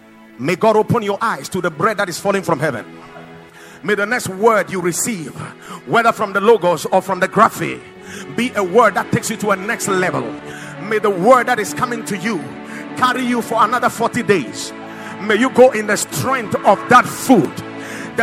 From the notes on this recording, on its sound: Preached at Watered Garden Church